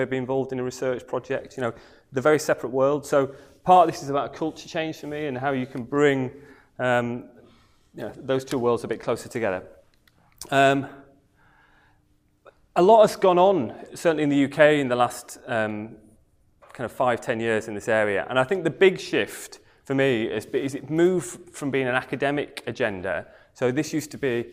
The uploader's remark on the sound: comes from the evening talk on Thursday 3rd August